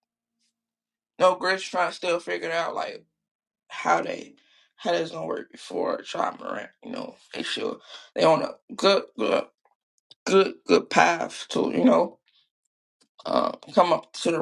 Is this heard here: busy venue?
no